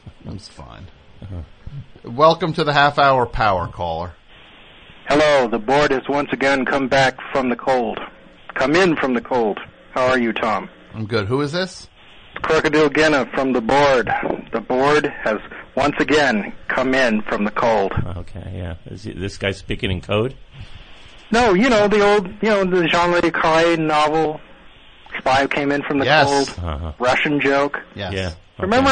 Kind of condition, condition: link, phone line